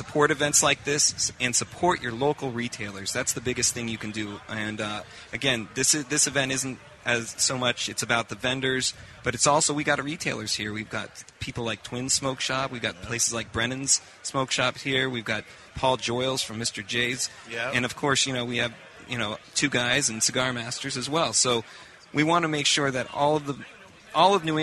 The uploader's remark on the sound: Round 2 of The New England Cigar Expo live in Providence, RI. Invite random guests from the crowd to partake in a friendly game of trivia.